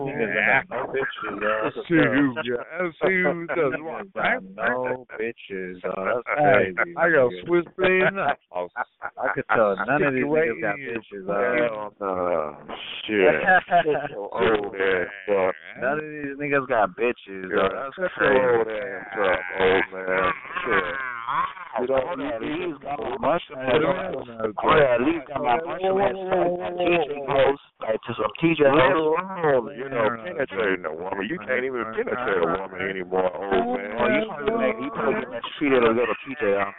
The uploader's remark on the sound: Conference Call